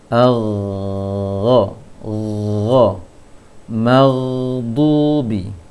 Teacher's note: kalau ghain ditahan angin di tenggorokan atas